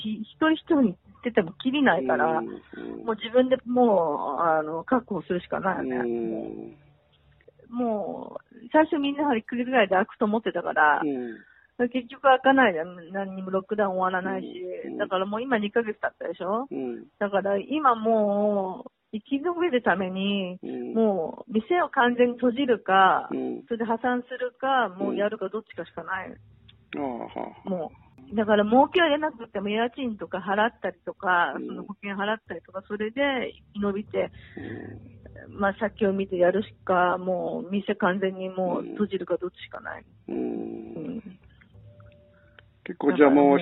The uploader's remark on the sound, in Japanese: ニューヨーク電話インタビュー